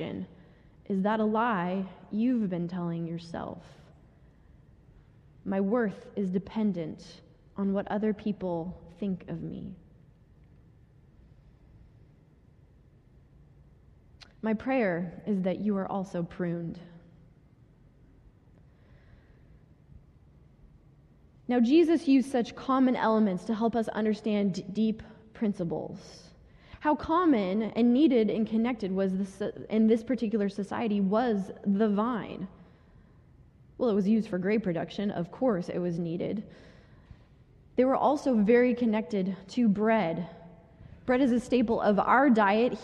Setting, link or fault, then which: setting, large echoing room